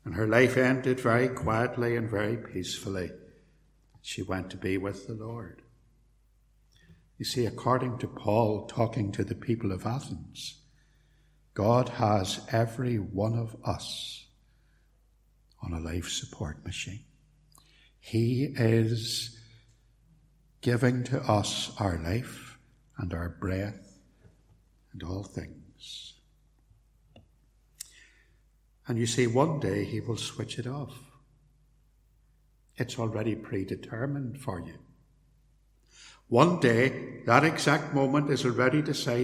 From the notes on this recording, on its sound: Sermon preached at Templepatrick Reformed Church